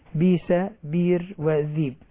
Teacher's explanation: بئس يبدلها ورش، يبدل الهمزة ياء